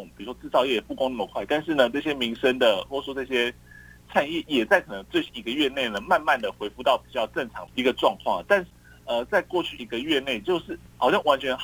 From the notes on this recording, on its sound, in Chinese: 連線訪問中央社駐上海記者